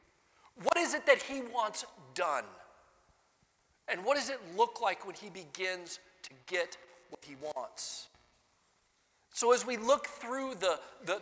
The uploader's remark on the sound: Sunday Morning Sermon Audio